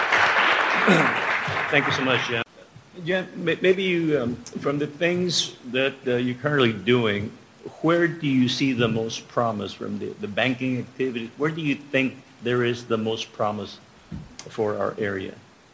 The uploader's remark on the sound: MCALLEN, Texas. One of the panelists at the “CEOs Unite - Let’s Get Uncomfortable” summit. The event was hosted by Hidalgo County Prosperity Task Force and Futuro RGV.